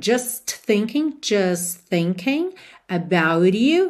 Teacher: especialmente quando a gente tem uma palavra com a terminação ing e esse G não é pronunciado